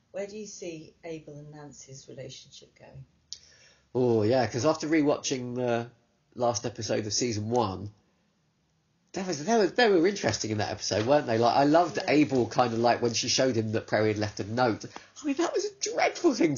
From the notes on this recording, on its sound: Apologies for the slightly poor sound on this one, the main recording failed so we had to rely on the backup